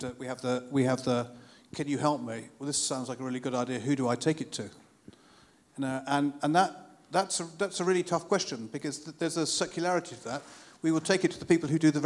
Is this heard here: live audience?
yes